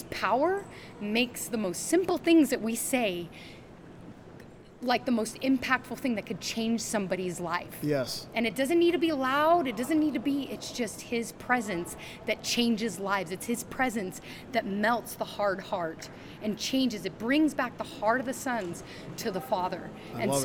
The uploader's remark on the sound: LIVE from CPE 2022!